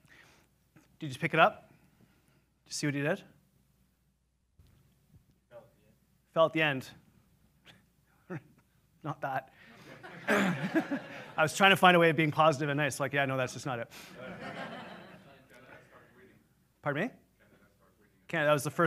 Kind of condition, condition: setting, live audience